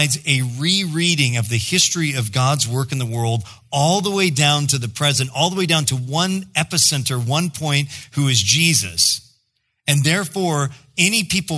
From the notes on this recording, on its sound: preached in October 2016 at Sojourn East